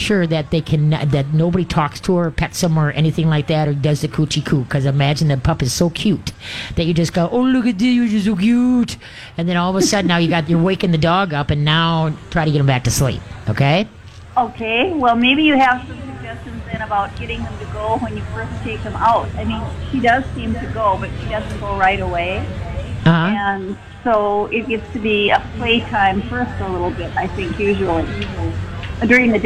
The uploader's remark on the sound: LIVE from the MN State Fair!